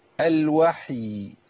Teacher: لابد من إظهار رخاوة الياء